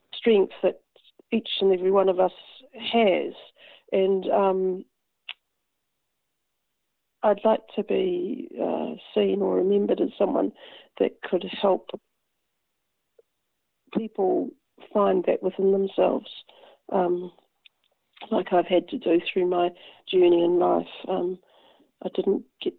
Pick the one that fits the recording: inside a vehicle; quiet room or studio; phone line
phone line